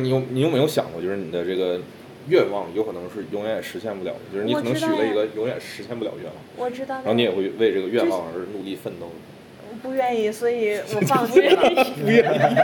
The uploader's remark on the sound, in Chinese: 这一期在麦当劳录的，可能会有很大的杂音。